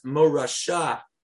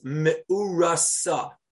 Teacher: One is pronounced with an SH and one is with an S.